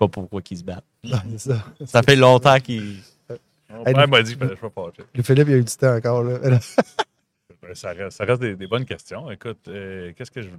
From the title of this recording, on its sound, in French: en direct de Stratégies PME